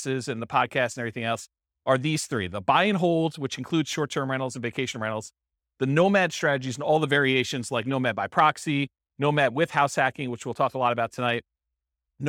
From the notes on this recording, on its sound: This was a live class recorded